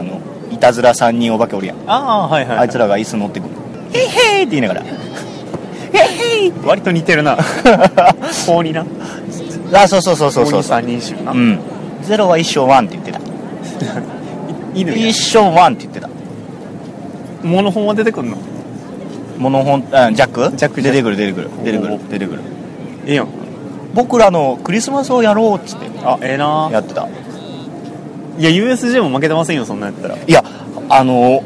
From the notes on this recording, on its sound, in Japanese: てんしばからハロウィン前夜祭をお送りしております。野外録音のため雑音が気になっておりますが。